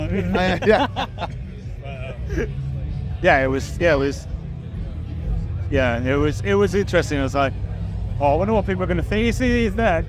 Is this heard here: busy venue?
yes